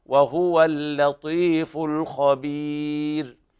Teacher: ننبه على ترقيق اللام في اللطيف لمجاورتها حرف الطاء، والطاء من حروف الاستعلاء وهو أقوى الحروف على الإطلاق. · والوقف على الراء بالسكون مع الترقيق